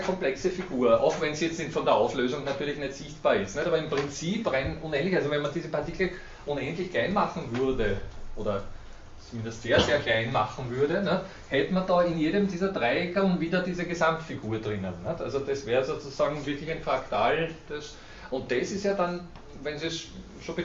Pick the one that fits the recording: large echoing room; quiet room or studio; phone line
large echoing room